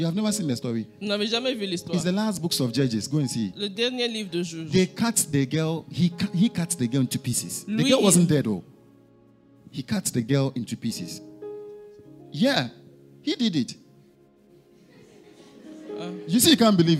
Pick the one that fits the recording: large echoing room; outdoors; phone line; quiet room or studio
large echoing room